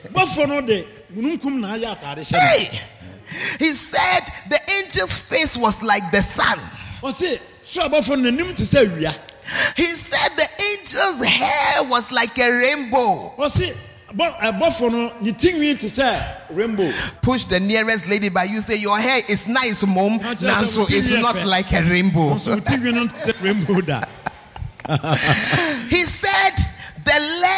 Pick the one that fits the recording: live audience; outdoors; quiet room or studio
live audience